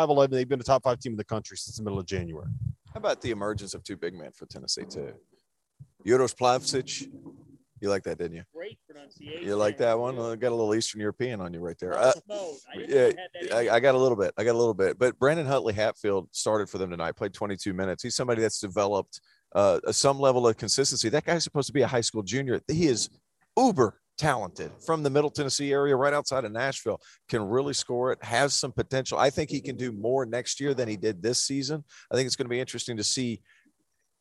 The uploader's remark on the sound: LIVE FROM THE ACC CHAMPIONSHIP!!!